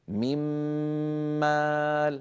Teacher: ميمال هكذا ننطقها ممطوطة الغنة أكمل ما تكون كما ذكرنا في أزمنة الغنن أول ما تكلمنا عن أحكام الميم الساكنة في دروسنا الأخيرة.